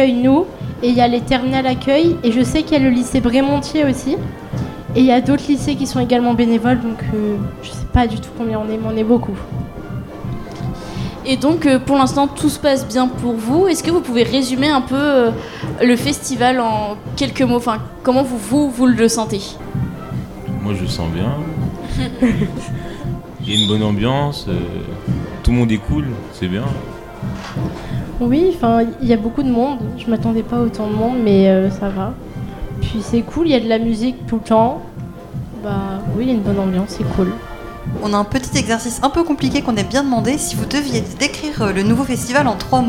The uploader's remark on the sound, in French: Les 10 et 11 mai 2023, Delta Fm est allée au Nouveau Festival à Cenon (33). Voici une interview de quelques bénévoles qui sont en réalité plusieurs centaines sur le Nouveau Festival.